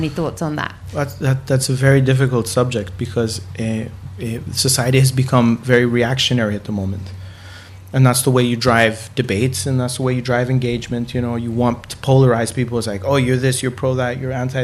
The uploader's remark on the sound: Live in the Garden Suite of the International Music Summit in Ibiza